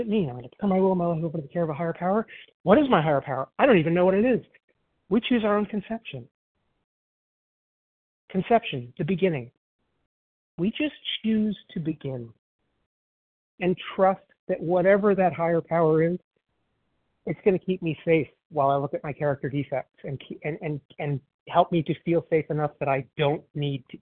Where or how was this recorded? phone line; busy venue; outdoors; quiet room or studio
phone line